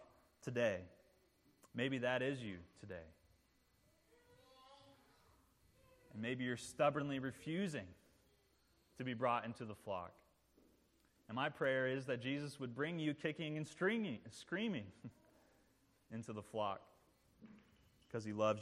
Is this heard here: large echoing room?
yes